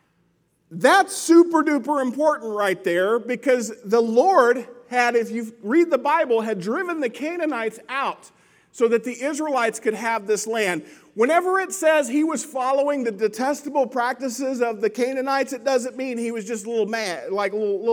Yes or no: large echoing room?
yes